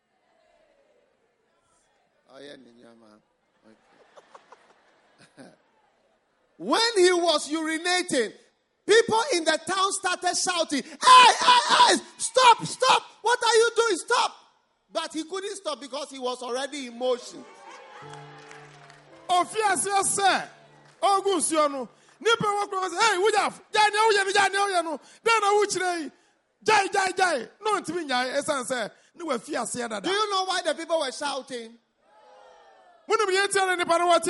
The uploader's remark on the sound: Preached at a Healing Jesus Campaign in Teta, Ghana